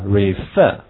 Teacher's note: 这个单词本身的重音在这个第二个音节